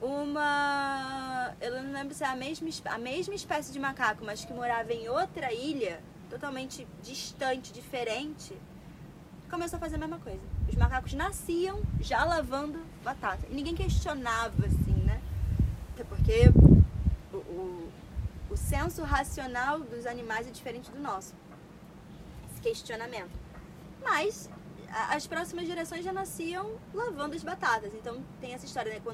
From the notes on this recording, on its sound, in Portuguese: Conversa gravado no celular que quis dividir. Claro me desculpando mou não pela qualidade do audio.